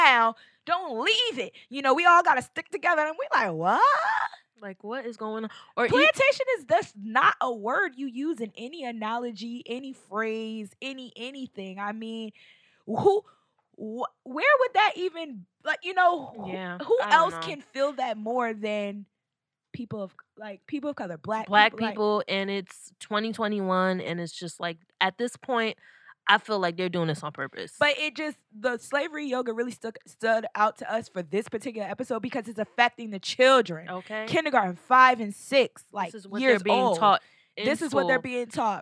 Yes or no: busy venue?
no